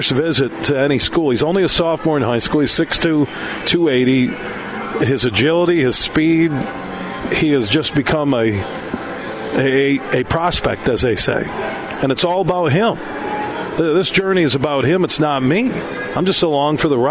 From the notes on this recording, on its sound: Today we're broadcasting live from the Ascend Sportsbook and Nightclub inside of Soaring Eagle Casino & Resort in Mt.